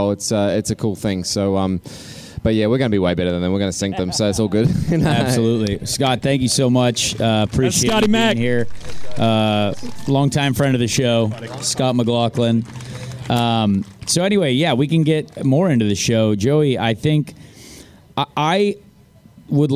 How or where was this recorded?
busy venue